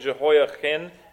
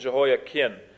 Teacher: it's just a subtle difference between like a guttural CH sound and a K